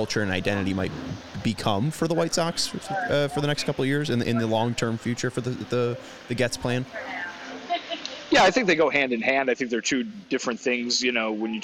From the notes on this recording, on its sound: LIVE from the GM Meetings in Scottsdale, Arizona